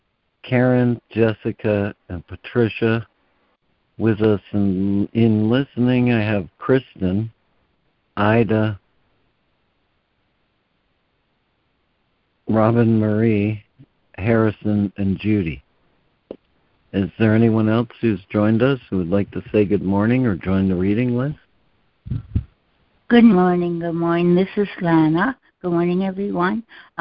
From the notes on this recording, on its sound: ACIM Daily Conference Call